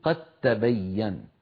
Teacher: يعني قد تبين دال ساكنة بعدها تاء، صحيح أنهما حرفان متجانسان ومن المخرج نفسه، لكن لا يمكن إدغام دال في تاء إلا إن حولنا الدال في قد إلى تاء، فعندئذ تصير قد تبين، قد تبين، فيلتقي تاءان يعني متماثلان والأول ساكن، فندغم الأول في الثاني فتصير قد تبين. · Term: الإدغام